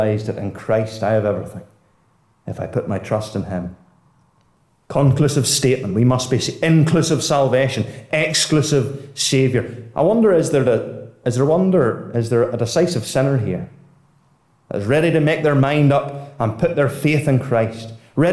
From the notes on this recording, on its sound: Listen to a Gospel Audio Recording from Ballyclare Gospel Hall.